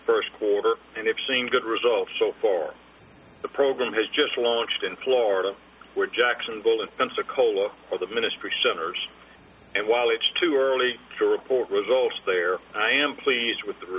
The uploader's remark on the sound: ProAssurance Earnings Conference Call, First Quarter 2012